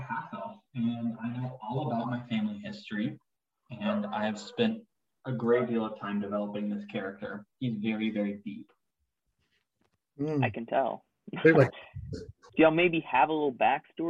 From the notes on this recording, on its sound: Please forgive the poor audio in this episode, I don't know what happened to my audio, but I swear it gets better in the next episodes.